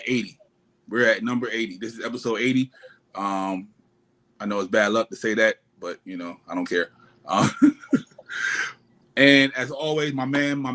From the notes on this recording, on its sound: EXCUSE THE AUDIO* Audio wasn't as crisp this week but we made it work with what we had.